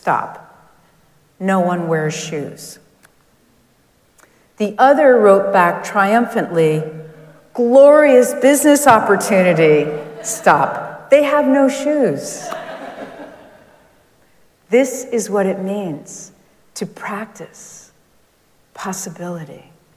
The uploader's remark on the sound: Recorded live at Arlington Street Church, Sunday, April 16, 2023.